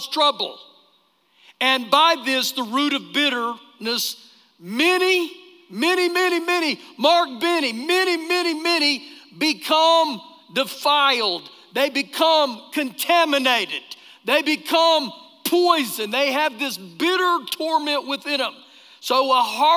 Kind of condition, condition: setting, live audience